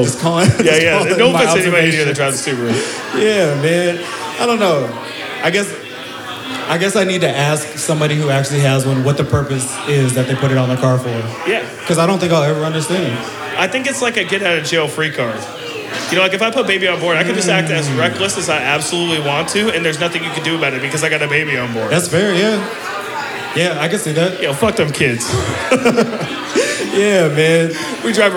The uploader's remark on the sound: we made our way down to the Valley in Tacoma for our first ever live podcast